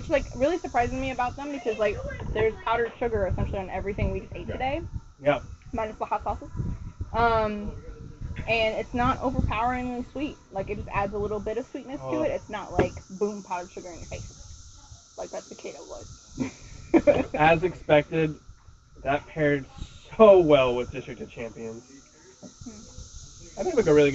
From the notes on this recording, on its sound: We had an amazing time recording at Beltway Brewing Company this weekend. Enjoy listening to the cicada chorus and us dodging the little monsters while we recorded.